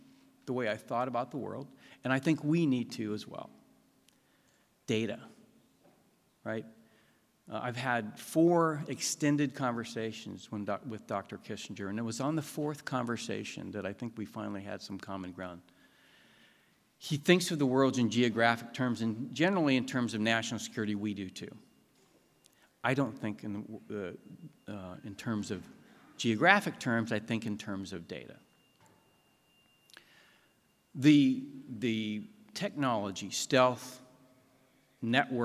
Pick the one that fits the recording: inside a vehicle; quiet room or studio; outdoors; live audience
live audience